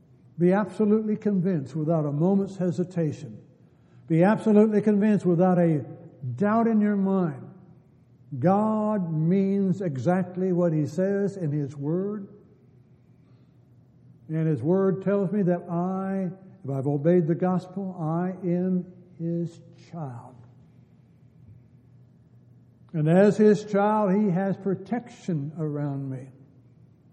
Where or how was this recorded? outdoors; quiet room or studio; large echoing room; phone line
large echoing room